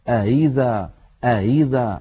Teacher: ينطق الإنسان الهمزة من غير إقفال لمخرجها تماما، عبر عنه علماؤنا بقولهم هو أن ينطق القارئ الهمزة المسهلة · إن كانت الهمزة الثانية مكسورة يكون تسهيلها بين الهمزة المحققة والياء